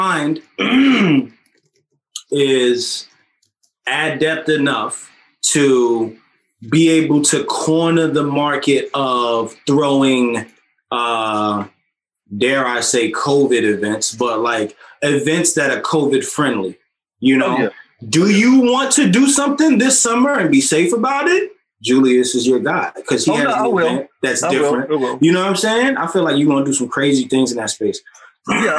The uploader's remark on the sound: we hopped on Zoom